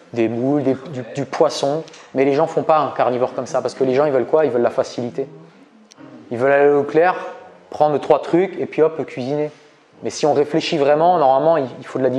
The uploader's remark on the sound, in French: Extrait de conférence